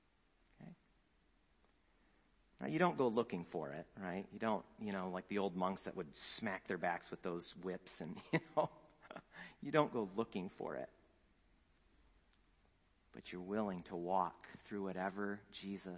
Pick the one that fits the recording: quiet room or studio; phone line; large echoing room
large echoing room